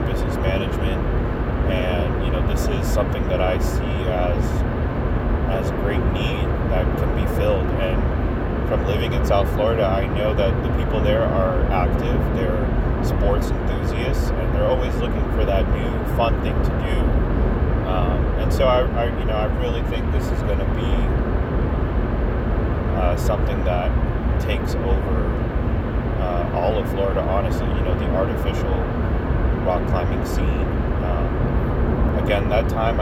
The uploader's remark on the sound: Recorded this in my car